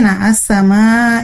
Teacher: Minas samai, na'as samai itu adalah mad wajib muttasil karena huruf mad bertemu dengan huruf hamzah, ya. Nah, dibacanya 4 sampai 5 ketukan.